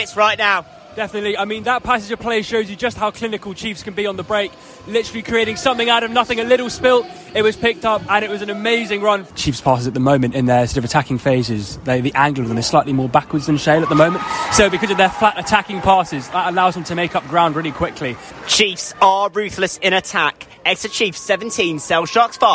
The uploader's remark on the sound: live from Sandy Park!